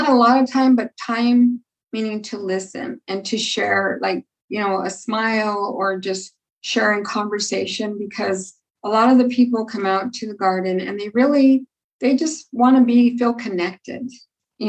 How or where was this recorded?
video call